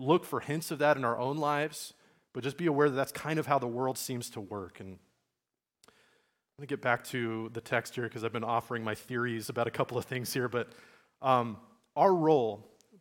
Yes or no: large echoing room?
yes